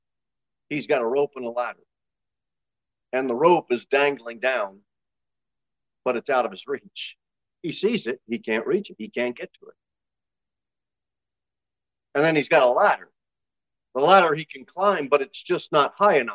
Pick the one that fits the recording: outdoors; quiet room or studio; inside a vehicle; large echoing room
large echoing room